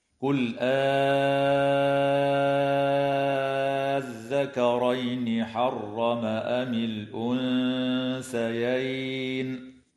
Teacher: فيجوز حينئذ لجميع القراء في همزة الوصل هنا وجهان: الوجه الأول إبدال همزة الوصل ألفا تمد مدا مشبعا بمقدار 6 حركات · Term: المد اللازم الكلمي المثقل